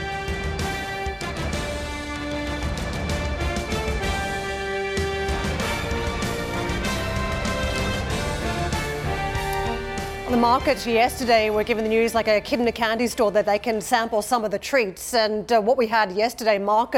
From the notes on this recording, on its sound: We are live at the NATO meeting in Brussels